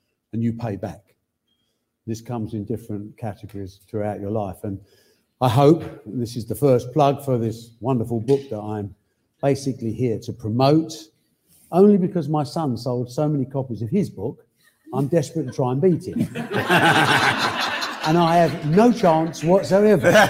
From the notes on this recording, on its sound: this live Q&A episode